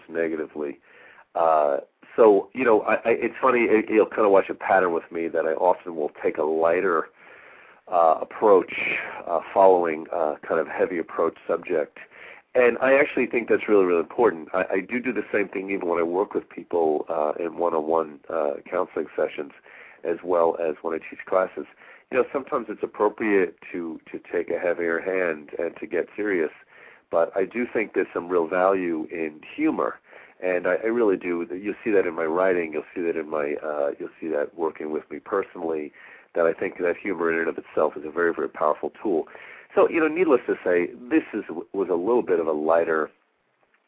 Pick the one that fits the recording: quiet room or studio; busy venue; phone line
phone line